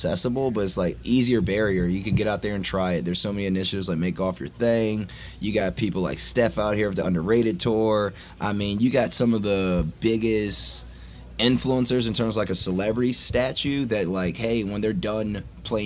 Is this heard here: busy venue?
yes